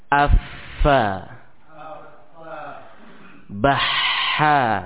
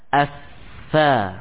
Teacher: banyak aliran nafas yang menyertai keluarnya huruf-huruf tadi · Term: huruf hamas